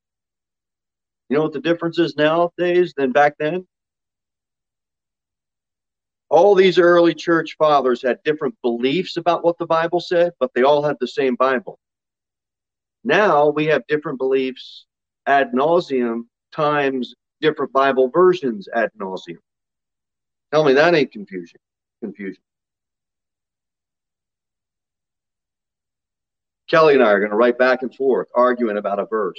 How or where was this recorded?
large echoing room